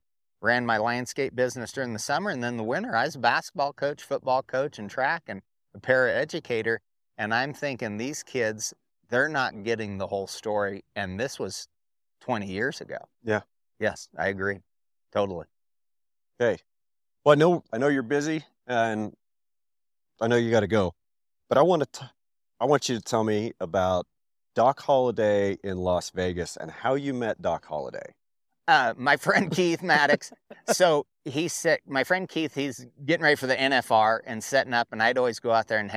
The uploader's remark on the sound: under the shade of a couple pine trees, just outside the Torrington Wyoming Farm, Ranch and Hemp Expo and we had a great chat